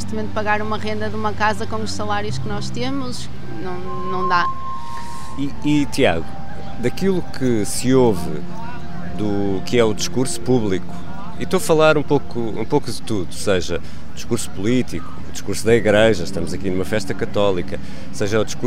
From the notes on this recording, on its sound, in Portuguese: Uma conversa com três jovens. Episódio especial gravado no Parque Eduardo VII, em Lisboa.